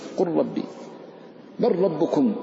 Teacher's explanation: اللام إذا سكنت وجاءت بعدها الراء يضغم